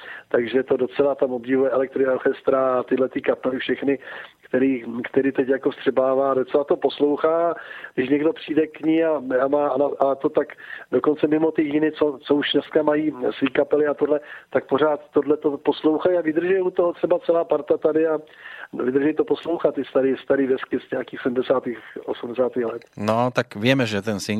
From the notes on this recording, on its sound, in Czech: telefonický rozhovor